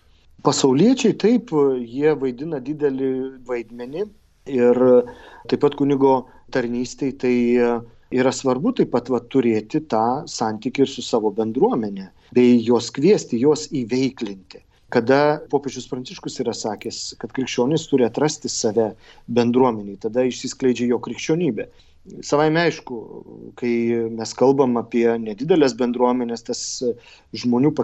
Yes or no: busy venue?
no